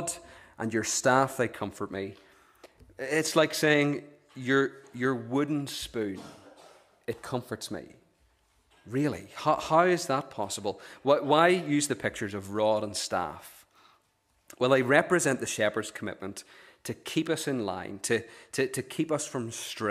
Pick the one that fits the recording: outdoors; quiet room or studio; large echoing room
large echoing room